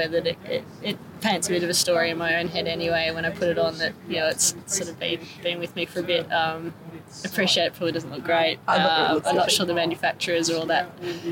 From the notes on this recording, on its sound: outside the pavilion at Lord's